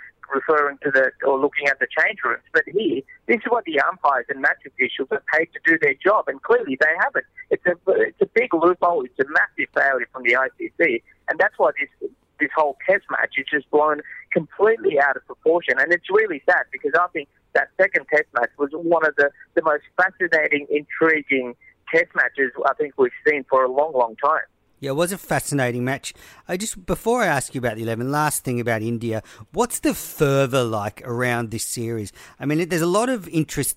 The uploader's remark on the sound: phones in from Ranchi